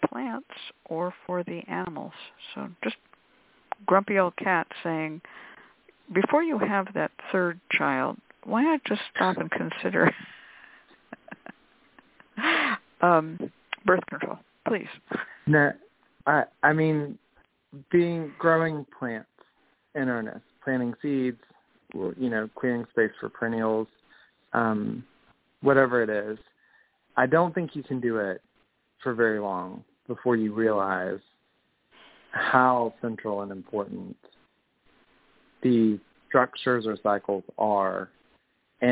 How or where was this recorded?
phone line